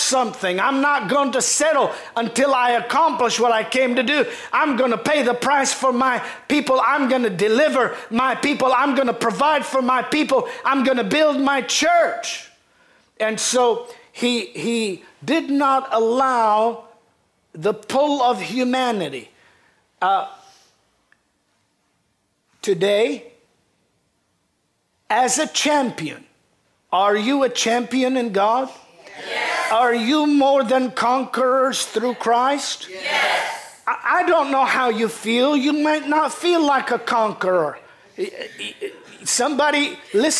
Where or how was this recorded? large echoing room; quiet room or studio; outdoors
large echoing room